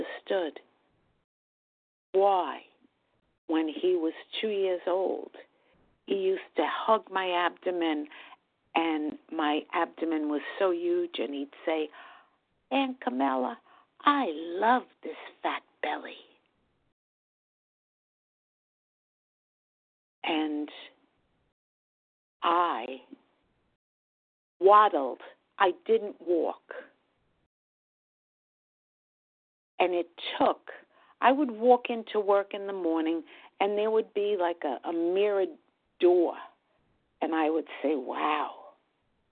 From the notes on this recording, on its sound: from the 100 Pounders Phone Meeting, 1/20/24